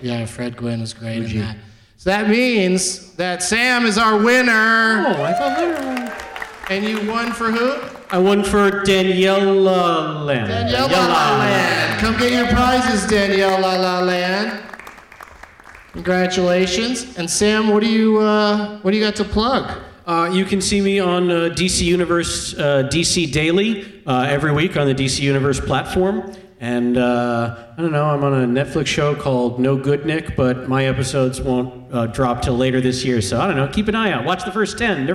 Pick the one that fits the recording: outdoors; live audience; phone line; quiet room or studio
live audience